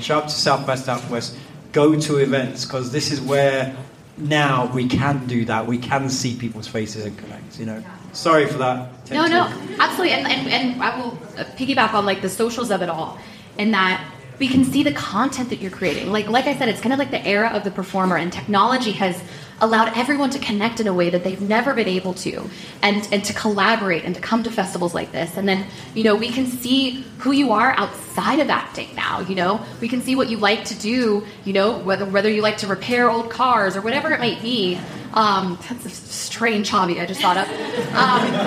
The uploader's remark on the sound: LIVE from The Sundance Film Festival - CASTING DIRECTOR PANEL. Insights straight from the Sundance Film Festival's Craft of Casting panel.